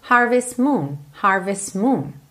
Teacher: Percebe como a gente não pronuncia o T